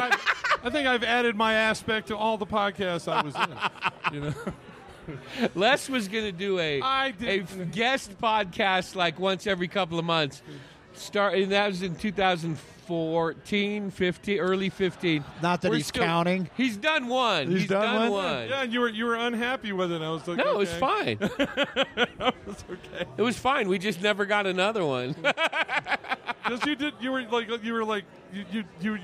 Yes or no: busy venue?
yes